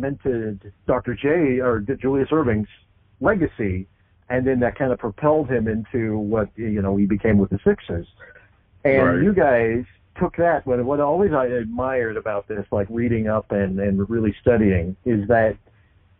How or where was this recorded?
phone line